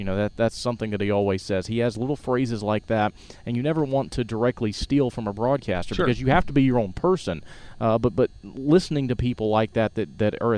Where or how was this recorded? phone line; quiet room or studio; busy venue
busy venue